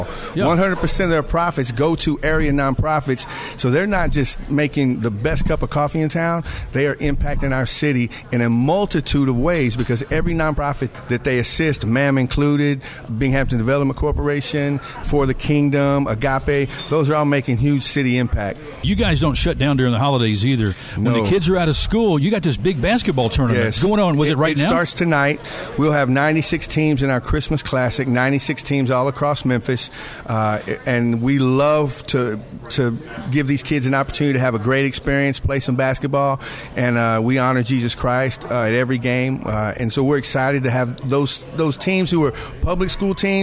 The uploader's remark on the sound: Live from the HUB Coffeehouse